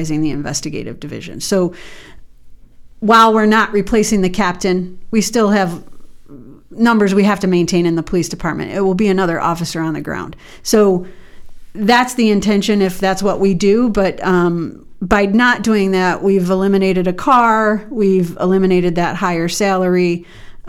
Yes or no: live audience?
no